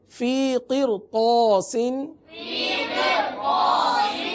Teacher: را ساکن کے آگے حرف مستعلیہ میں سے حرف آ گیا، لہذا را کو پور پڑھیں گے